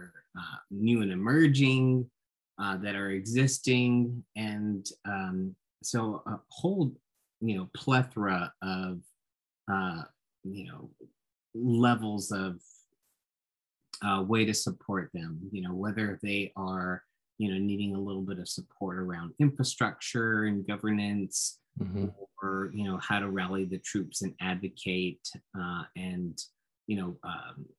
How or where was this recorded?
video call